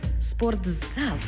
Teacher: У слові «спортзал» звук «т» переходить у звук «дз»